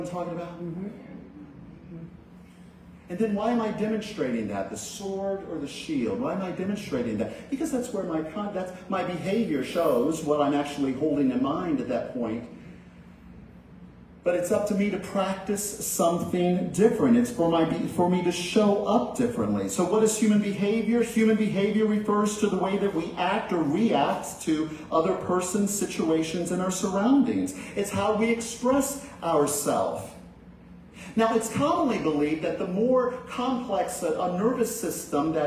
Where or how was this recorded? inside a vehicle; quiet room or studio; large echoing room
large echoing room